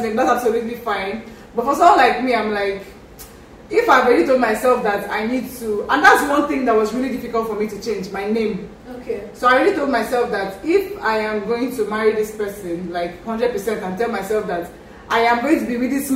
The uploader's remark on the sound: Please forgive the background noise.